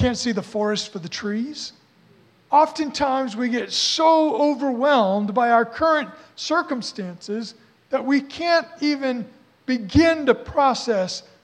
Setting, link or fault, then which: setting, large echoing room